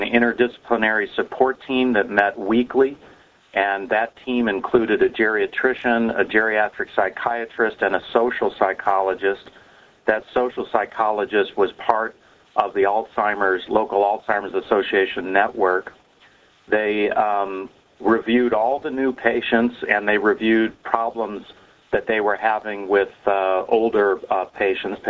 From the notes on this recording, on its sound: Author in the Room® Teleconference